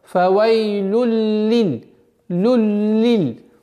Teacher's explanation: ассимиляция без проявления назализации. То есть «танвин» уходит полностью в «лям». · Term: идгам биля гунна